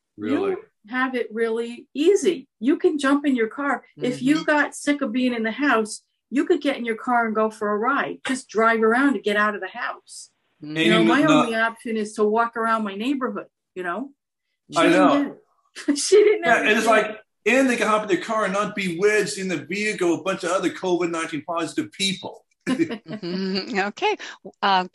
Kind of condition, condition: link, video call